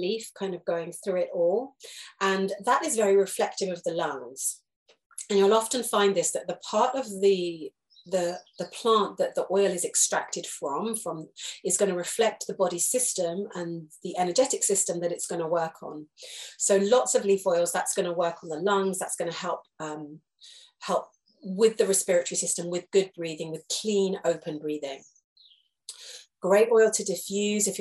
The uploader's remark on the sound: This is a recorded Zoom lesson